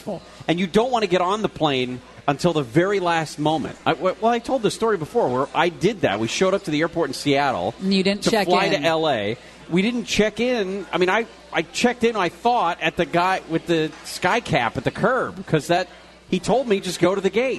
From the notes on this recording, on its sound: LIVE From BJ's In Orange. Live at BJ's Restaurant and Brewhouse in Orange.